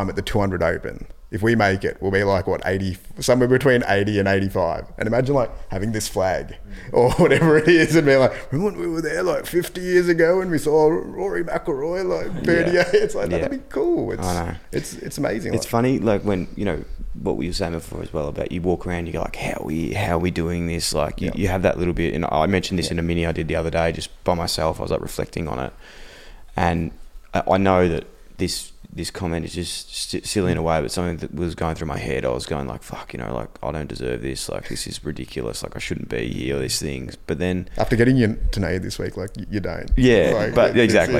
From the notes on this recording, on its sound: We spoke to him in the official press conference.